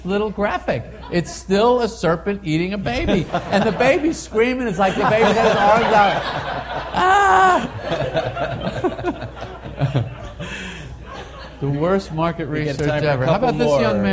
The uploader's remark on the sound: Coming to you LIVE form the Pebble Beach Concours.